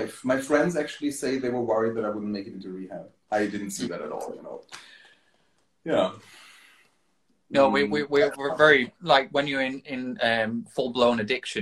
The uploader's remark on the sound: Recorded on 10 February 2023 on Instagram Live